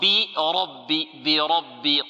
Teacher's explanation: والراء مفخمة والباء مرققة